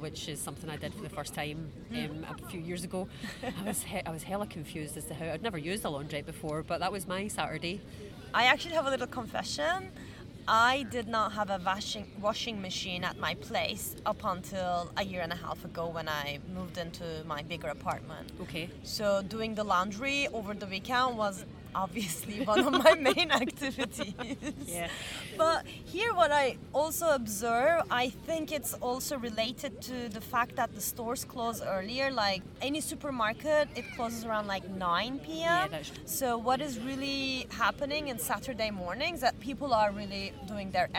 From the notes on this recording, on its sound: We recorded this episode on 2 October 2023, at Parc du Champs de Mars. We recorded this episode on 2 October 2023, at Parc du Champs de Mars.